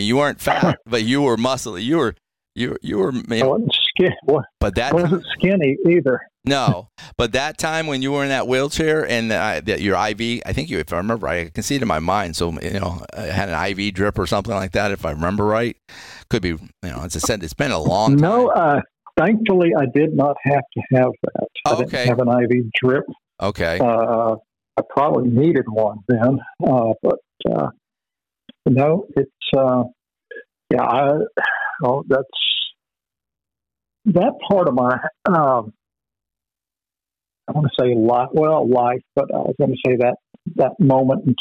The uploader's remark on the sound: Phone Interview